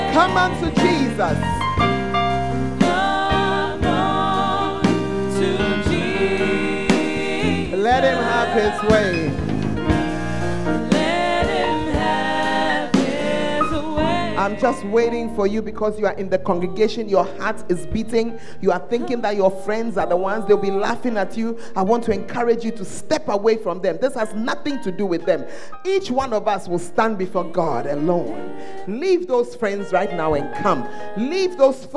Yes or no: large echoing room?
yes